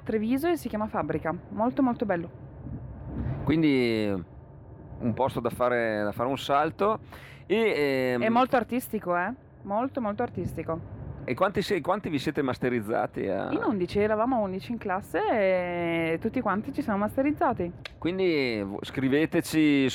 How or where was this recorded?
inside a vehicle